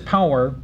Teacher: she introduces an extra syllable by using the disyllabic pronunciation of power, P-O-W-E-R, which should have been, she says power, it should have been pronounced par.